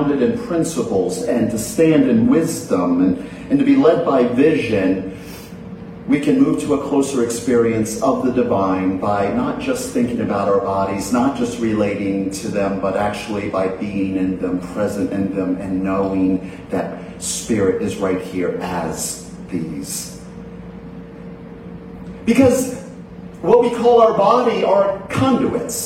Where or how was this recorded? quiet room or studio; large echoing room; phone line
large echoing room